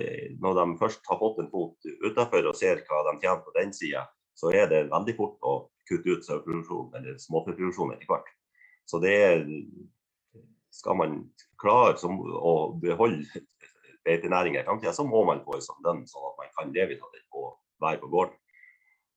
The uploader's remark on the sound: Live Zoom